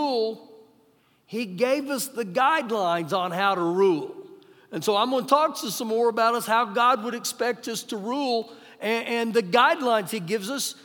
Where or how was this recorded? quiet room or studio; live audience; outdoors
live audience